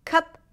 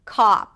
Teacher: the cup sound is really neutral and closed. The cop is more open, relaxed, Lips round just a bit, not an O sound, but more of a back open ah.